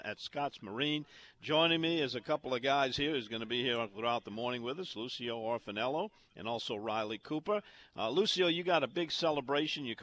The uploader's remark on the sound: On location at Scott's Marine in Alberta, Alabama.